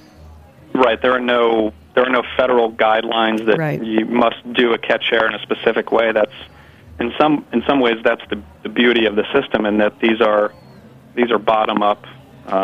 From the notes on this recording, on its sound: calls in with a report live from Bonnaroo